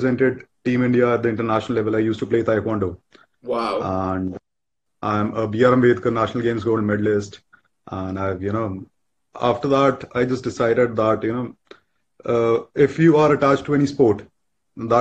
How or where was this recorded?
video call